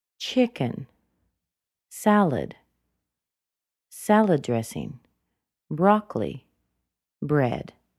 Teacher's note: when we are pausing between each phrase, we have the intonation rise up a little and fall down